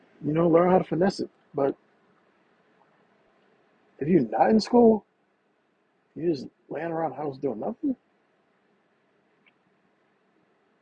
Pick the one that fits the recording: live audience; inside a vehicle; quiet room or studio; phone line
inside a vehicle